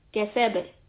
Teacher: Wama kasab. So ba here in the end will get a qalqala, but if you notice, there is no shadda, so it's going to be softer in the qalqala quality.